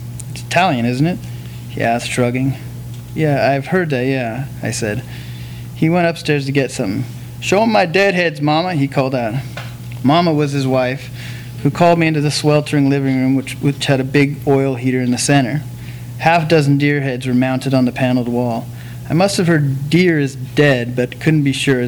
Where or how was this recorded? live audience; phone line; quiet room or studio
live audience